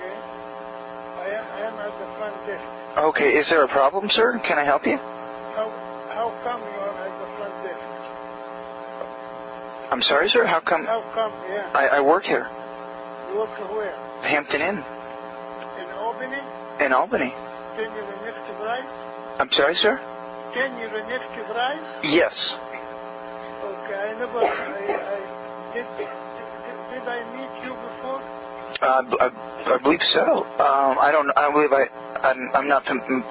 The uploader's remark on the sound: Prank Phone Calls.